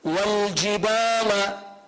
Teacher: والجبال هذا المد عند الباء هذا يقال له مد طبيعي، ليس لإنسان أن يقرأ والجبال بدل أن يقول والجبال يخطف المد.